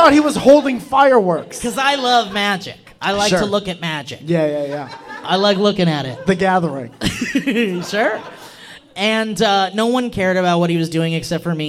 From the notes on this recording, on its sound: LIVE! - At The Soda Parlor, Nashville TN. Performed LIVE at The Soda Parlor in Nashville Tennessee!